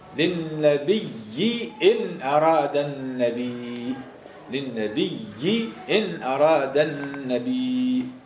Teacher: اذا عندما تبدل الياء أو الهمزة ياء أن وتجتمع مع ياء مثلها يقع إدغام الياء الأولى في الثانية فتصبح الياء مشددة